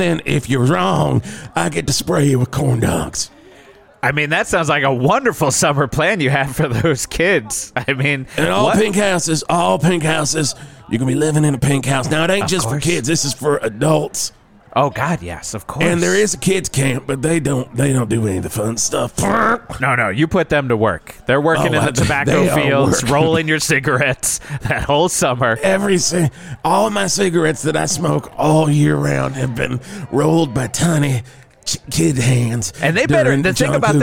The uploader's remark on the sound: Live from Verde Square for the 41st Val Verde July 17th 1982 Patriotic Parade!